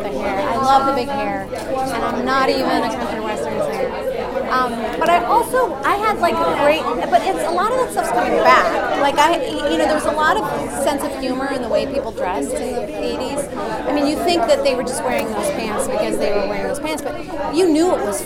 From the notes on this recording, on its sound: Live from the purple carpet at the Paley Center for Media in Beverly Hills, CA